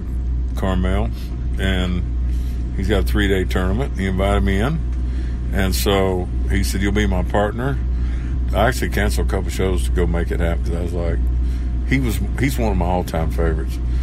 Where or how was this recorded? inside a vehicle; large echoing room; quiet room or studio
inside a vehicle